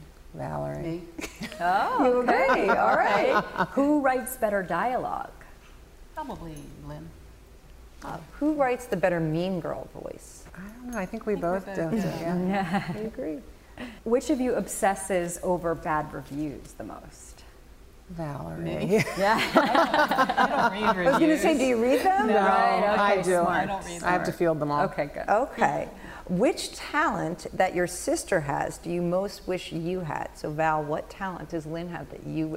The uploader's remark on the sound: LIVE from the Westhampton Beach Performing Arts Center. Since we're LIVE with an audience, you get to hear questions from those who came to watch us!